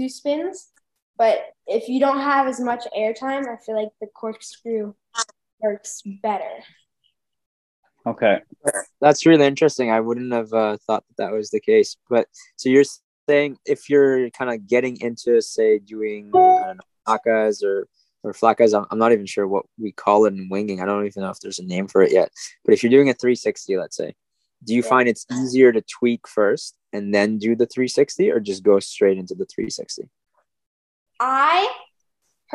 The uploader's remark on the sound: Recorded live on Zoom. The audio is not studio quality.